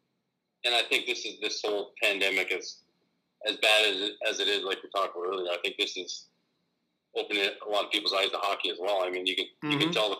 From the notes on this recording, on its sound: Quick phone interview with former College Football player.